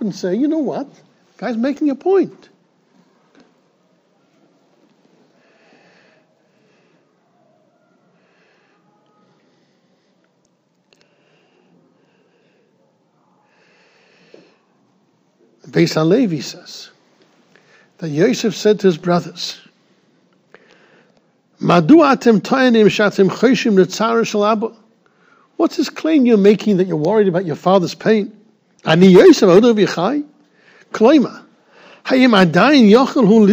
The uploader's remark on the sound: Shiur recorded in Yeshivas Ohr Reuven, Monsey, NY.